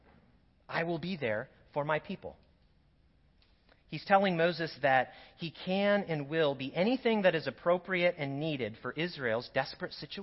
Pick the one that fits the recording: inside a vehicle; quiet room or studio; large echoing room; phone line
large echoing room